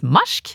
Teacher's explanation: Vi på Sør-Helgeland har en tendens til å sette inn en S mellom bokstavene RK, RP og RT.